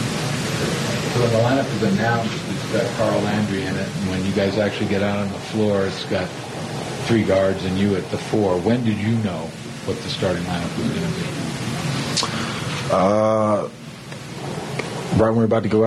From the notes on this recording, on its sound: Postgame (Press Conference). Hear from players and coaches following the Warriors' Game 2 win in Denver.